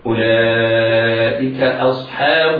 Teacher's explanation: والحاء بعد الصاد أيضا مرققة، على القارئ أن يعتني بترقيقها. إذن عند الصاد مفخمة بين حرفين مرققين هما الهمزة والحاء